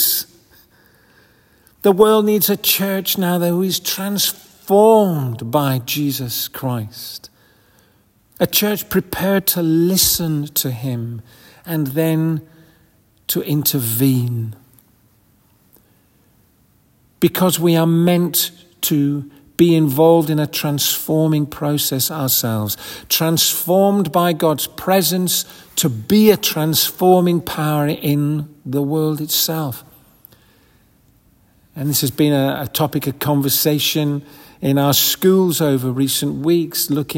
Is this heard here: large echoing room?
yes